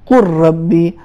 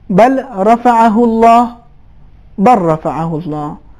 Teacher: بجائے کہ ہم لام کو تلفظ کریں را کو شدت کے ساتھ تلفظ کرتے ہیں · Term: ادغام متقاربین